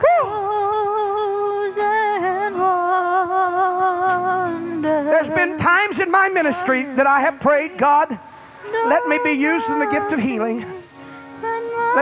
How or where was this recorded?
large echoing room